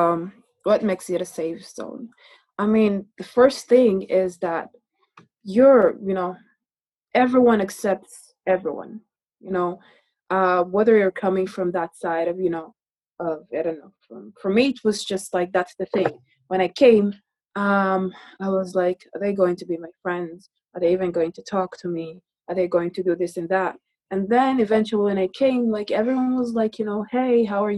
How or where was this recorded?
video call